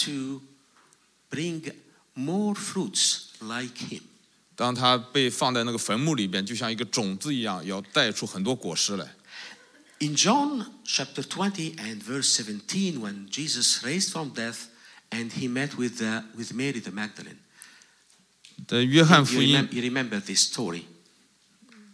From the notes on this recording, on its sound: This message was preached in a special meeting where four different congregations, which are using the same building, were gathered together